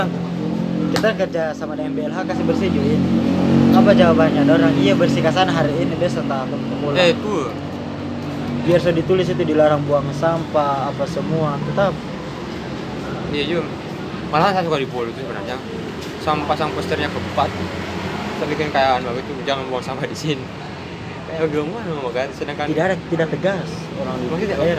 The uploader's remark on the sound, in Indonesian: Diselah-selah ngerjain Proyek Video Profil KPMB-Y di panasnya cuaca Yogyakarta. Kita ngopi di angkringan di kawasan Tigu Jogja.